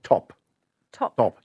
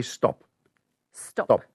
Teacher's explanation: You'll feel a puff of air after the T · Shown in: first take · Yes. But if you put an S in front of it, it makes the pronunciation much softer and it takes away the blow of air · Term: aspirated